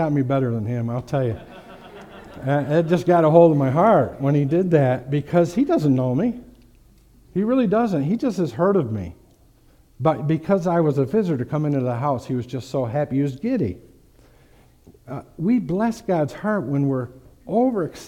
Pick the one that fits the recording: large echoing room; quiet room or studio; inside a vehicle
large echoing room